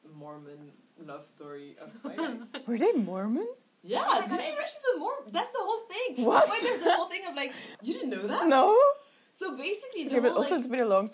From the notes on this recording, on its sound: This was recorded the day of the hand-in and on day 12 of my quarantine so the vibes were chaotic, but chaotic good. Excuse the sound quality, still don't have a mic and this was very improvised.